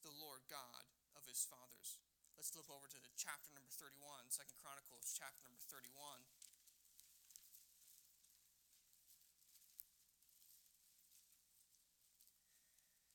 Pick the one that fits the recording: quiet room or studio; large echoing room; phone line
large echoing room